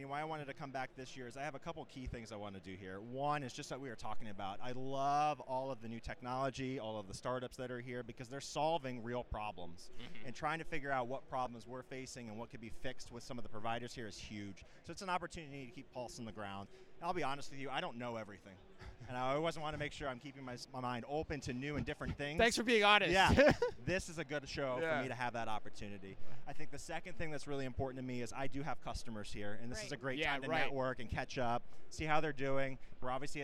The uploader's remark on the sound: Live From Manifest 2024. Direct from the show floor.